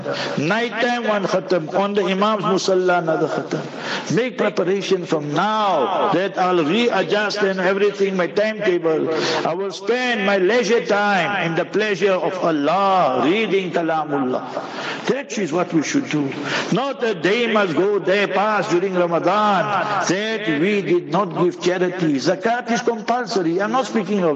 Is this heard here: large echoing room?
yes